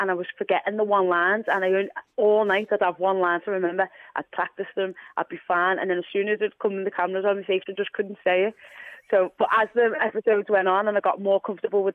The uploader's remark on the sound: Go live to New York City. Joins us on the phone from Sweden.